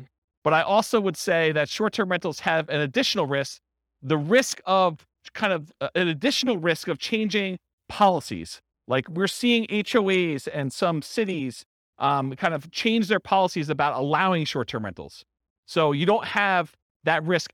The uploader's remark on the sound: This was a live class recorded